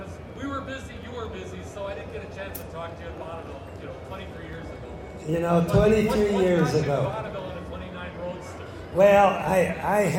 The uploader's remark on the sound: Recorded at the 2016 Muscle Car and Corvette Nationals in Chicago. This interview was a special stage presentation.